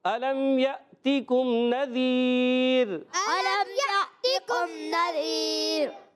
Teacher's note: را کو عارضی طور پہ ساکن کر رہے ہیں، تو ہو جائے گا مد عارض